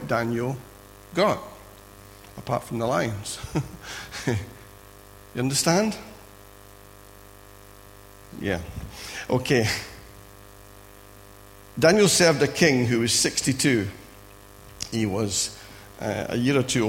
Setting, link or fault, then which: setting, large echoing room